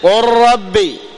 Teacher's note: فأدغمنا اللام في الراء من قبيل التقارب